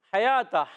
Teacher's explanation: ہلانا نہیں ہے حیاتہ ہا پر زبر ہے ہا ادا ہوتا ہے حلق کے درمیان والے حصے سے